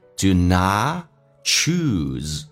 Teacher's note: t 不发音，因为叫略音，后面是以辅音开头